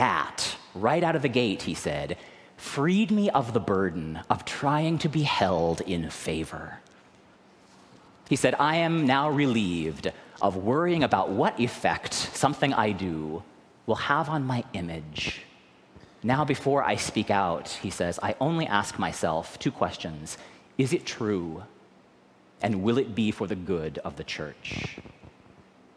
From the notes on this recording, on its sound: recorded live at the 10:00am service